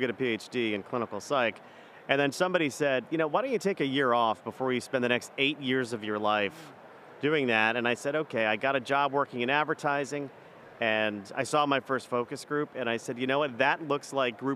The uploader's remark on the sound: live from IIEX in Austin, TX